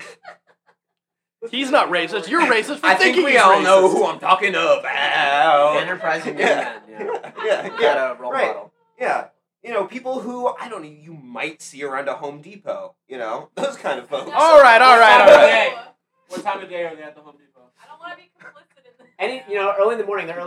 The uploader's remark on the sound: Live from Fair Verona